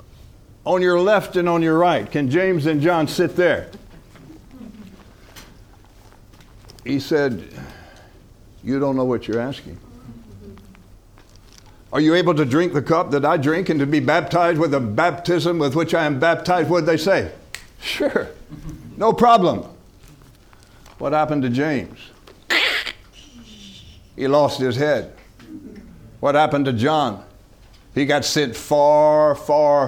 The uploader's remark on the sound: From the HeartCry Asia Conference 2023